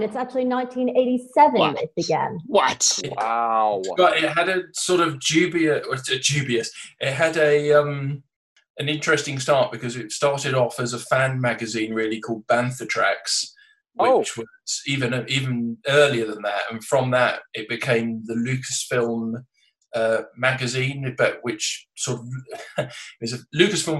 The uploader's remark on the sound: This episode was recorded remotely via Zoom and as such the sound quality may not be up to the usual high standards of the podcast recorded in the studio.